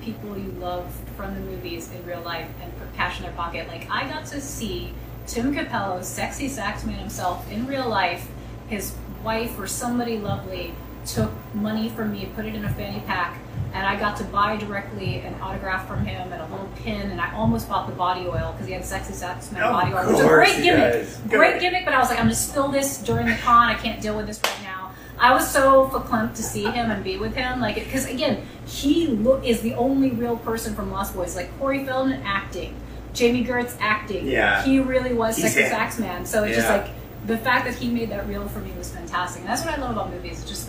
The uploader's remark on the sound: We are recording LIVE from Vault 5421 inside Gods & Monsters in Orlando Florida